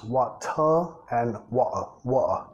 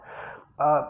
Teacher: Y nota, lo pronunciamos en Estados Unidos como una R suave, water, water. Los británicos tienen un par de formas, water and water, water, con el glottal stop.